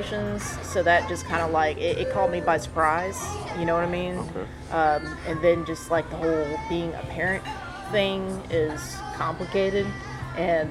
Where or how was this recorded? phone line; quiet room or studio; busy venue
busy venue